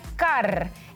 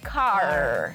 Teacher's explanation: La R se hace revoloteando la lengua, el sonido se hace revoloteando la lengua detrás de nuestros dientes. · Shown in: first take · Term: la R en español